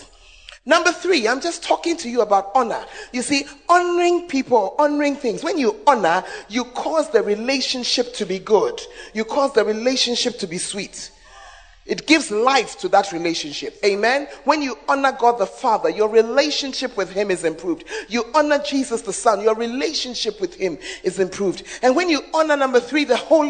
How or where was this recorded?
large echoing room